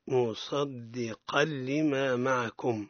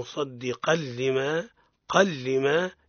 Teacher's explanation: الإدغام يوجد في التنوين الذي فوق القاف واللام من لفظ لما · Term: إدغام بلا غنة